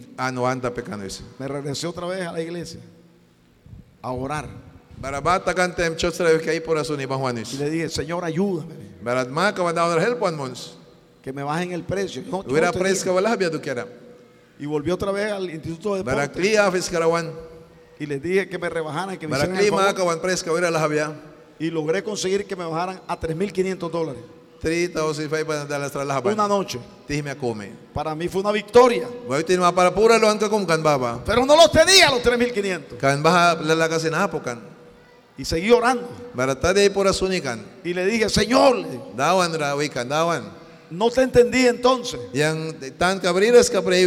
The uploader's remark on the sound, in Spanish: En este episodio grabado en vivo desde la iglesia Torre Fuerte en Bilwi Puerto Cabezas.